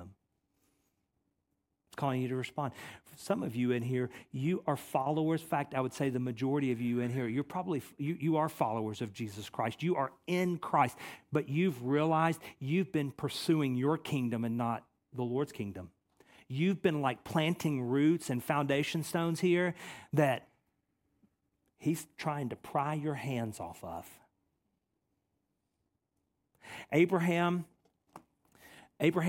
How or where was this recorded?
large echoing room